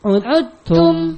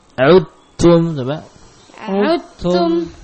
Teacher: huruf dal hilang. Hilang zatan wa sifatan. Zatnya hilang, sifatnya juga hilang. Langsung dari ain yang berharakat dhammah langsung ke ta. · Term: idgham al-mutajanisain